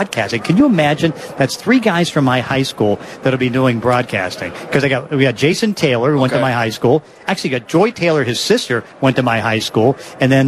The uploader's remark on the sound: Live From Radio Row